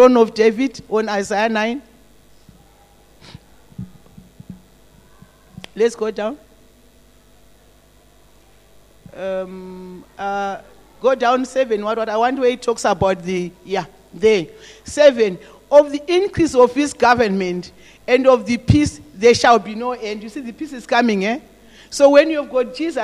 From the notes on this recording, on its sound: This message was preached in the morning at GTCFC City Campus